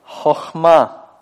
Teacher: Второй слог и открытый, и ударный. Поэтому мы читаем камец как «а».